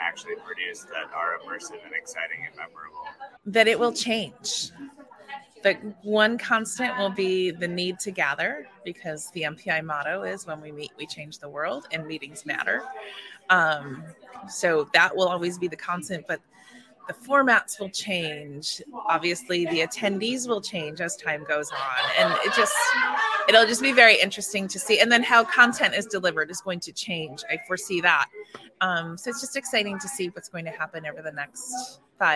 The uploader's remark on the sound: In this episode, we're coming to you from the 2023 MPI Cascadia Educational Conference in Blaine Washington. The MPI Cascadia Educational Conference (CEC) is a joint regional conference for the Oregon and Washington State Chapters of Meeting Professionals International.